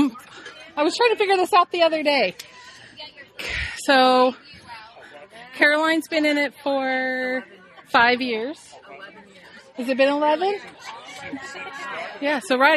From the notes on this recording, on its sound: Special Edition. Bandboosters at the Sleepwalker Festival.